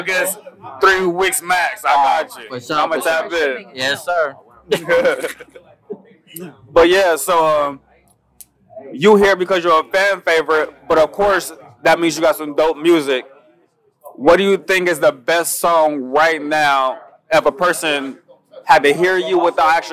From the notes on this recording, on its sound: backstage at the Global Music fest 2 in Inglewood